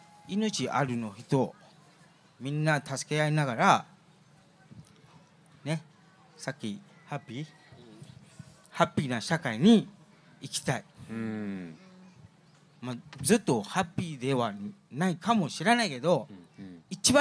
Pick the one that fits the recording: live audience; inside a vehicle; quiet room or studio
live audience